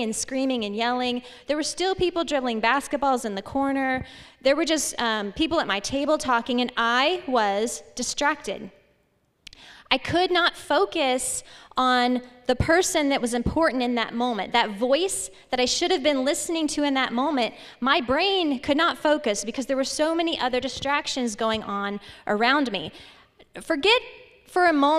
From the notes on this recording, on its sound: This message was presented live on May 3rd 2022. At Legacy Church in Hutto, TX.